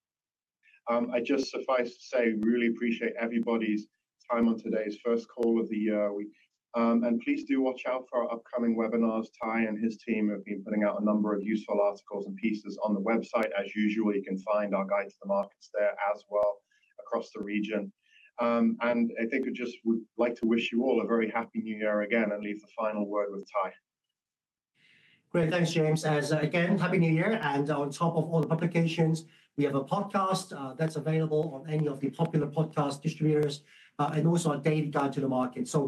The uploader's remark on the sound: a replay of the 1st Quarter 2024 Guide to the Markets - Asia launch web conference